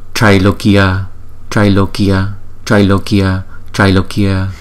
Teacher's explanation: chữ A với chữ Y là đọc là ai ai ai, là hai nhịp.